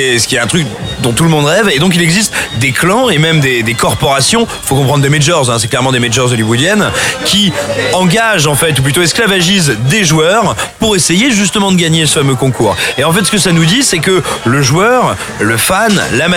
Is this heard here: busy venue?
yes